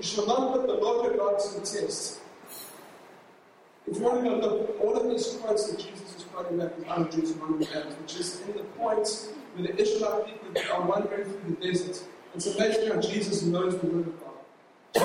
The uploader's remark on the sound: LOW QUALITY